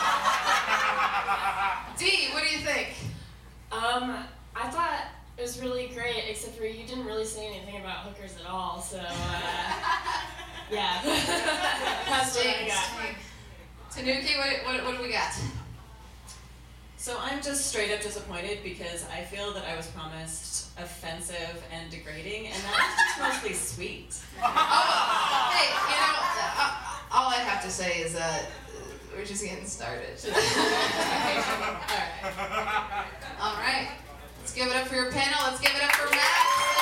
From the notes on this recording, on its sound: BONUS EPISODE! Your Hooker Jokes Are Lazy LIVE. The inaugural Your Hooker Jokes Are Lazy Comedy Competition recorded. At The Highline in Seattle, WA.